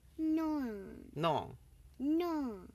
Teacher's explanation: we don't hear the N